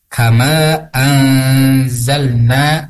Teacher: nanya itu dibaca panjang dua harkat karena itu disebut dengan mad tabi'i